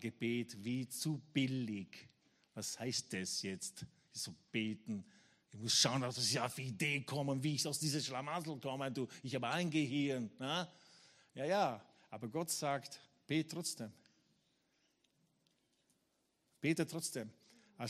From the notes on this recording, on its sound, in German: Gottesdienst live aus der LIFE Church Wien.